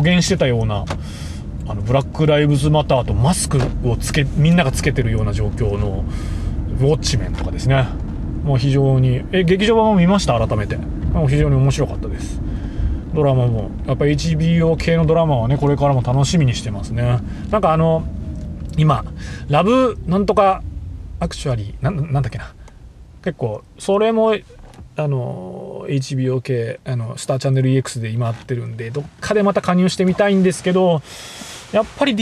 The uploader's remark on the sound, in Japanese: 福岡を運転しながら。収録の様子を録画し。